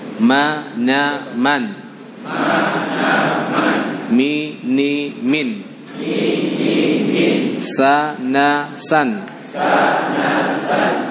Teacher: Nun sukun ketika bertemu dengan huruf setelahnya maka nunnya itu tetap jelas cara membacanya